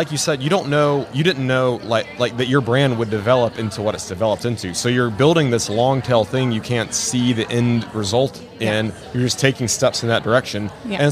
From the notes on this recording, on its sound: in the Wall Control Booth LIVE at Haven Conference 2022